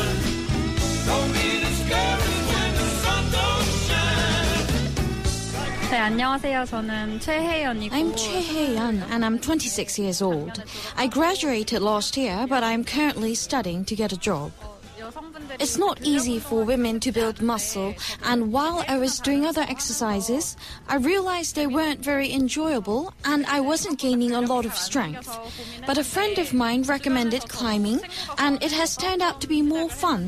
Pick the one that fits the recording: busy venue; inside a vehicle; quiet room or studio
busy venue